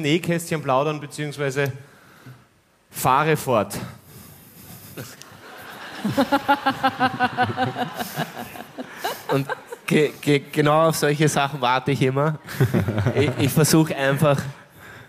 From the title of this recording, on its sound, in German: LIVE - Klagenfurt